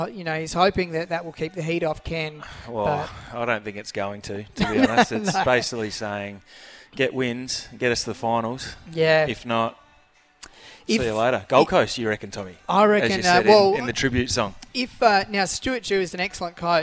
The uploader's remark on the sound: On location this morning at Harbour Town Shopping centre looking after an Audi G5 thanks to Audi Solitaire.